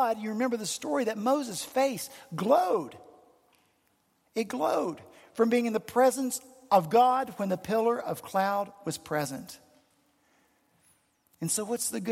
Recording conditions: large echoing room